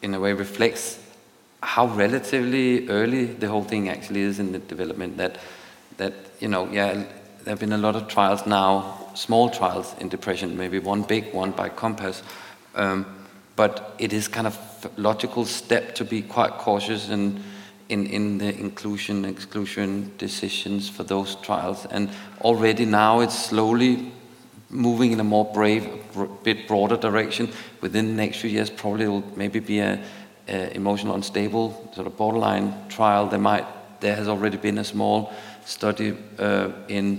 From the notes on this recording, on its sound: Recorded live from the launch event